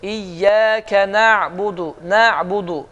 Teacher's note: ayn hərfi ayndır, amma biraz yağlıdır və boğazın ortasından çıxır